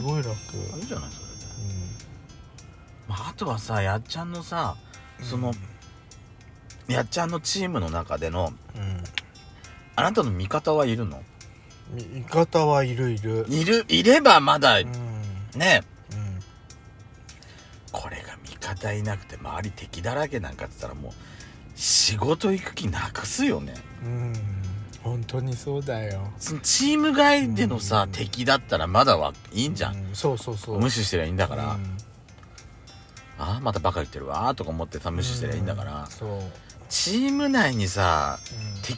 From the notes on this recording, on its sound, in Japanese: パーキング収録